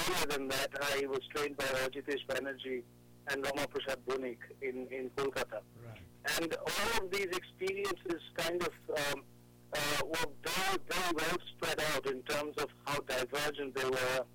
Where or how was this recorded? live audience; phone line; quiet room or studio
phone line